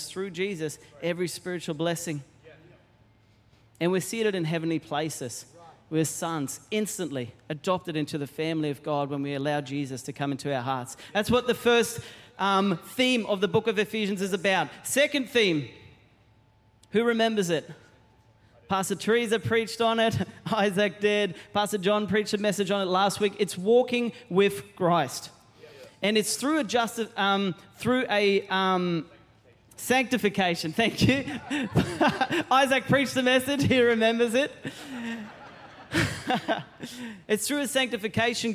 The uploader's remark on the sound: Recorded during our 9am service